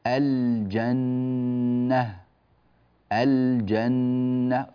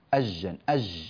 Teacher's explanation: الجيم من الحروف التي تظهر عندها اللام · Shown in: first take